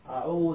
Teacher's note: الهمزة محققة. يعني مثل نقول هعوذ خطأ.